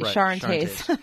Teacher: so you don't pronounce the S at the end